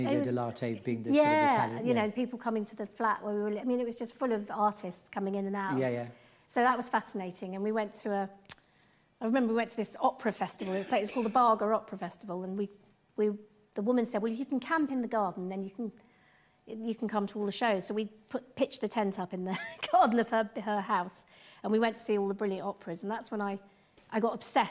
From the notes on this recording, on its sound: LIVE from The Theatre Royal Bath.